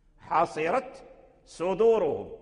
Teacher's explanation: فتاء التأنيث حصيرت أظهرها ورش وقالون عند الصاد ولم يدغمها في الصاد، مع أن التناسب بينهما موجود وهو التقارب، لأن التاء والصاد يعني يقربان من يعني يقرب مخرجهما، ولكن ورش وقالون أظهر تاء التأنيث عند الصاد حصيرت صدورهم.